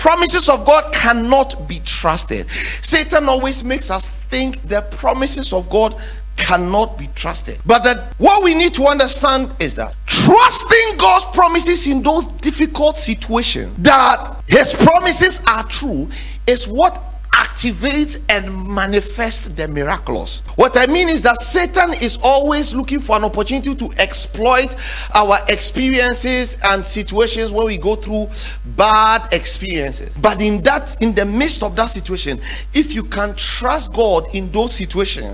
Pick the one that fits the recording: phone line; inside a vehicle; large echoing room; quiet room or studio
large echoing room